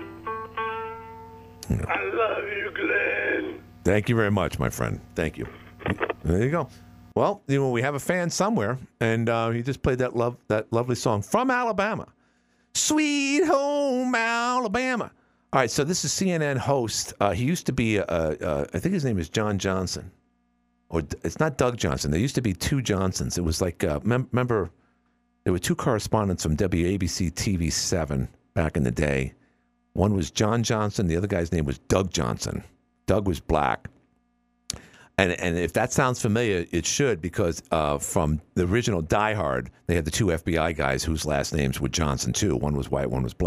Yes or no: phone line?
yes